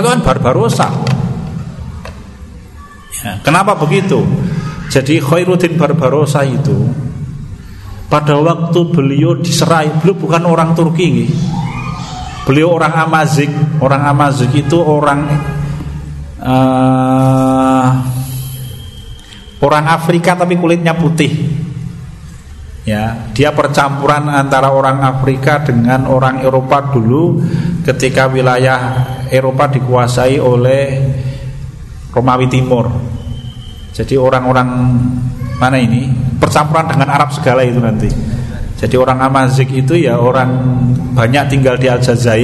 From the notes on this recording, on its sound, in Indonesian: Rekaman Kajian Majelis Pengajian Islam Ihyaa'ul Quluub. Di Masjid Al Aman Sidoarum Godean Sleman rutin setiap hari Sabtu selepas sholat Isya. Yang diselenggarakan oleh FKAM Yogyakarta dan Takmir Masjid Al Aman.